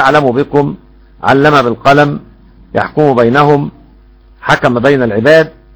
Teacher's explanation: الميم عند السوسي اذا وقعت قبل الباء وكان قبل الميم متحرك يحصل لها اخفاء ليس ادغام